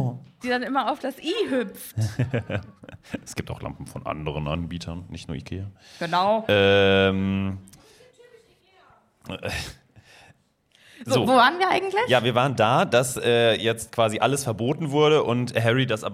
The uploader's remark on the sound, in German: LIVE IN BERLIN. Das Berliner Indie Podcast-Festival "PodFest" hat uns die Bühne für eine Aufnahme freigegeben und ein Fest war es wirklich!